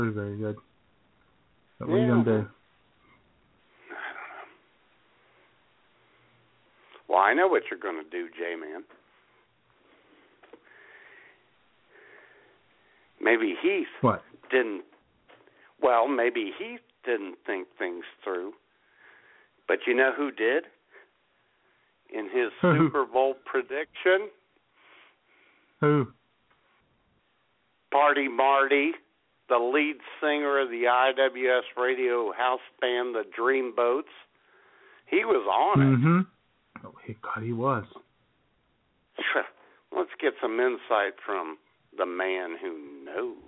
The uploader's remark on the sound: your phone calls